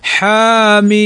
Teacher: طبعا حي الحاء والياء، الحاء في مثل حاميم، فالحاء تمد بمقدار حركتين · Term: مدا طبيعيا